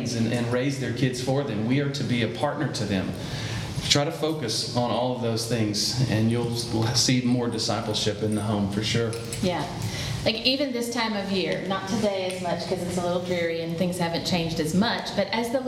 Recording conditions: busy venue